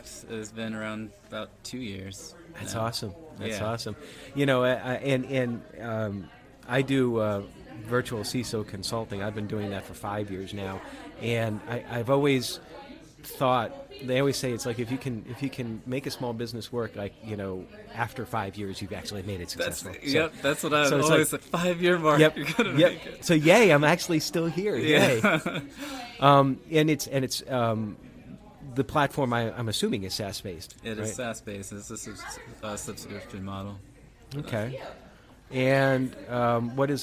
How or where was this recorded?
busy venue